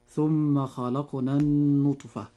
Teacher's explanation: وهذا الحرف المشدد أي النون يجب إظهار غنه بمقدار حركتين · Term: إظهار الغنة